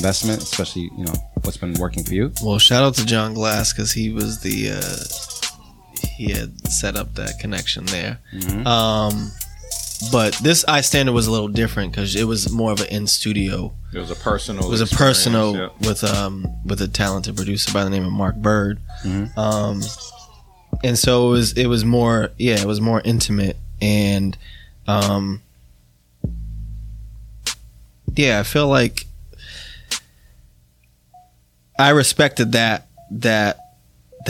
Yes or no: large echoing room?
no